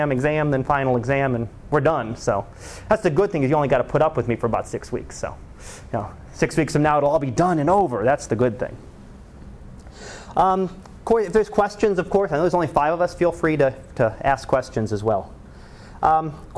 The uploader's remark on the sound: Live Class Lecture.